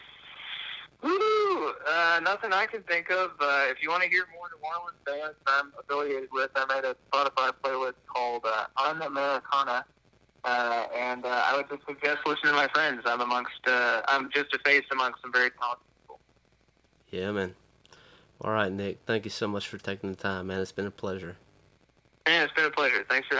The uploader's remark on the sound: burnt the phone lines out to the Ozarks